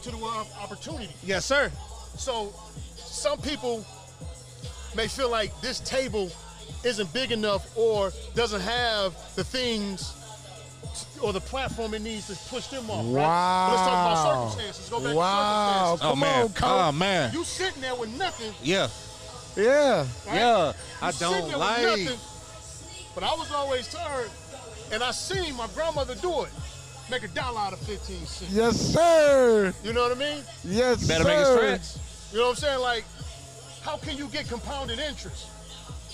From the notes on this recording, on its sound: Live from Sound Mind Sound Body